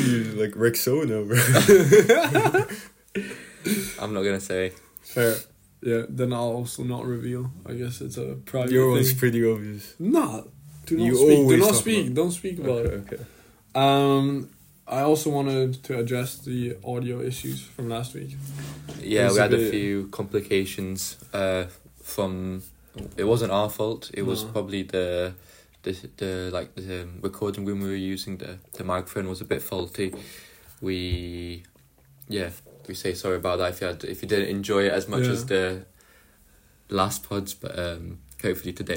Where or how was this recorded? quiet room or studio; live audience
quiet room or studio